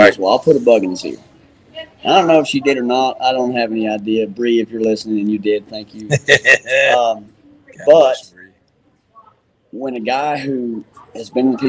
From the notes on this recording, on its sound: LIVE FROM CFD OLD WEST MUSEUM.